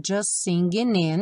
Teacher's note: O T do just não é pronunciado.